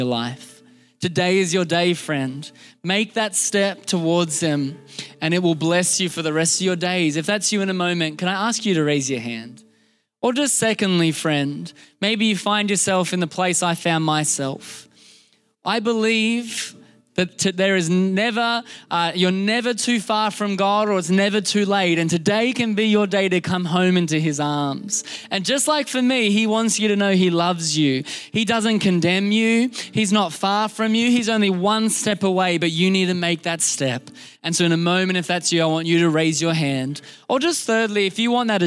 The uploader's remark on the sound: This was recorded in our Melbourne service on the 25th of December, 2022